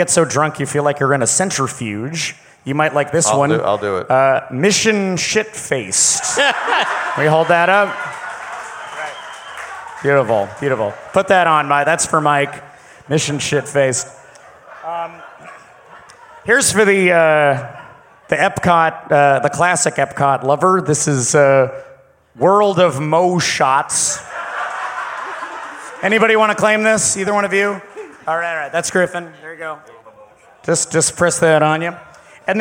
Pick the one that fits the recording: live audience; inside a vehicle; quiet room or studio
live audience